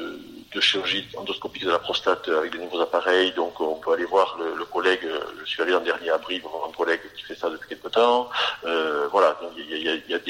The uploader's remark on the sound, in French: au cours d’une conversation téléphonique que nous avons enregistrée pour vous